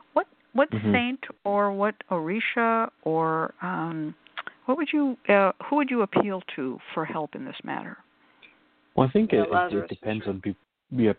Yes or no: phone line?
yes